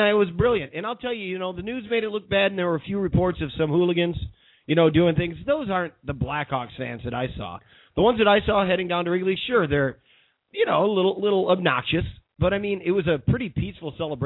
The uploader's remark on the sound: called in on this show